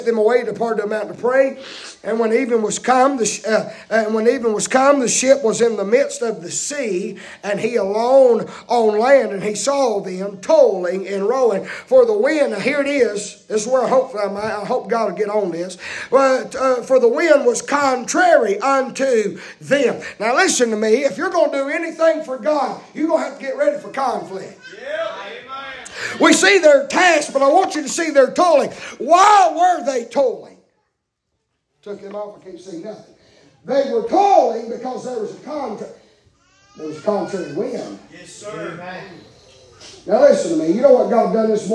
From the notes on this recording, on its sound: preaching live from Still Water Baptist Church